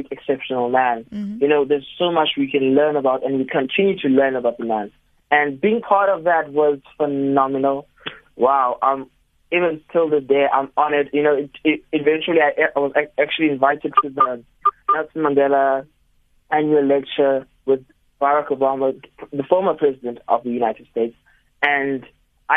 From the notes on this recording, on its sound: GUEST(Phone)